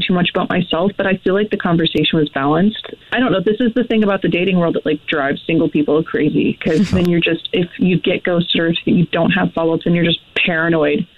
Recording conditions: phone line